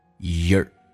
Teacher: While you are 不被强调，可以直接弱化成也加个儿化音，叫做 your